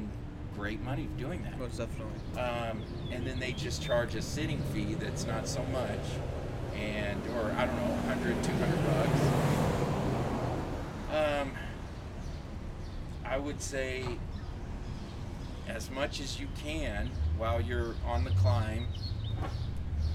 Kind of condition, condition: setting, outdoors